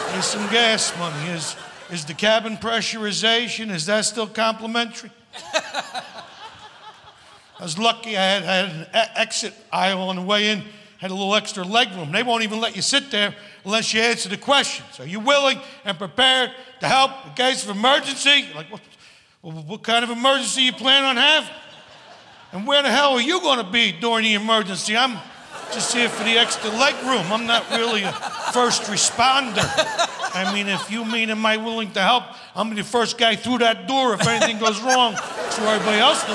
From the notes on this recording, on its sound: Live at the SouthPoint Casino